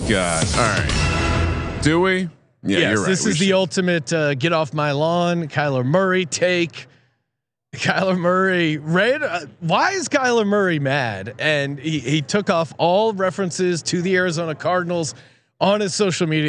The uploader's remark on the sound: broadcasting live again from Super Bowl Radio Row